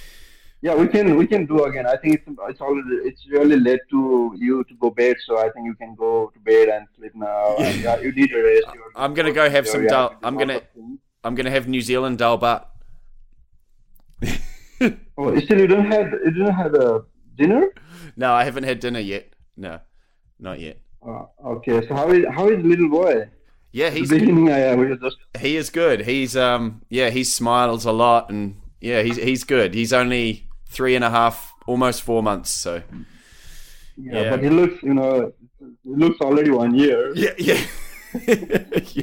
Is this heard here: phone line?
yes